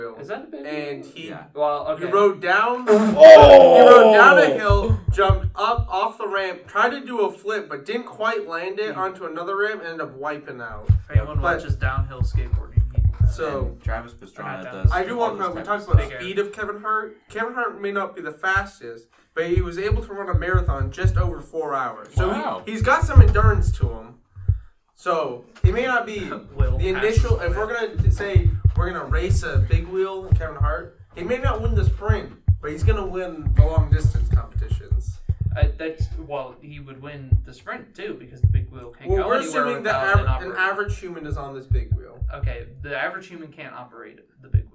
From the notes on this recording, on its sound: We are sorry for the poor audio quality in this episode. There seems to be a problem with the microphone that software was unable to fix completely.